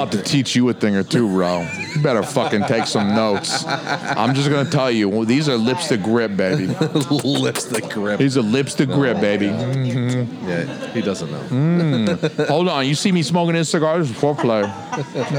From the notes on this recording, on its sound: LIVE at Federal Cigar in Dover, NH. LIVE at Federal Cigar in Dover, NH.